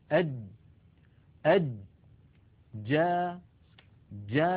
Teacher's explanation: هكذا الجيم العربية الفصيحة، أد أد جا جا. لما نقول جا يكون المخرج مقفولا تماما ثم ينفتح